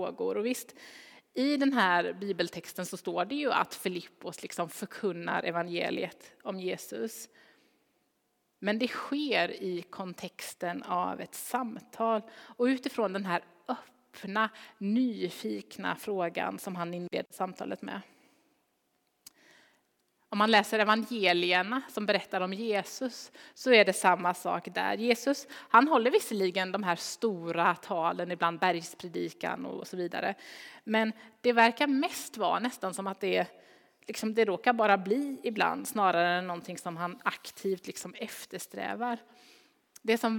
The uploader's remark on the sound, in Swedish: Inspelning från Immanuelskyrkan Skövde.